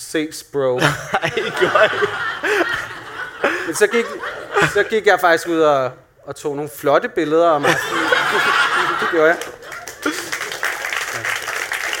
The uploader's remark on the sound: LIVE fra Podcast Festival. Vi går LIVE for første gang på Hotel Cecil.